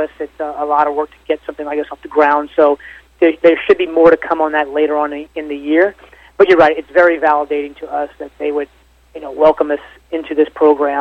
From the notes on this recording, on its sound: called in to SmallCapVoice.